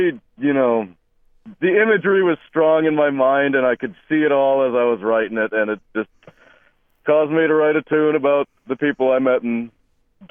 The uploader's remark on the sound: Joins us on the phone tonight. The Sound is written and produced by KQAL 89.5FM on the campus of Winona State University.